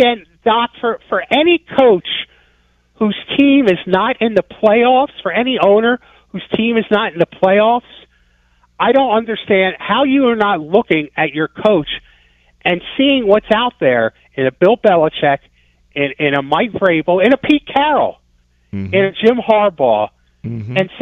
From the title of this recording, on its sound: takes calls from listeners